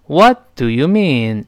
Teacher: what 最后那个 t 失去爆破了，因为 t 是爆破音